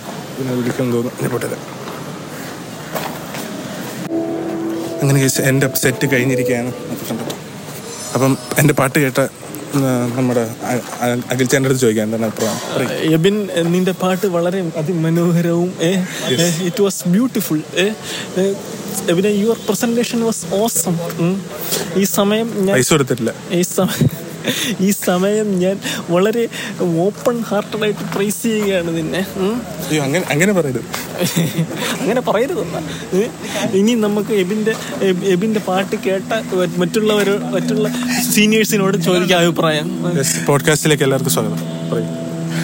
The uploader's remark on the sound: This episode is based on a recent Christmas Program that happened at Trivandrum, we were all having fun, so I thought of recording our fun conversations and the surround sound!